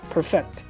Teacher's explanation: 但是呢，这个动词读 perfect。重音在后面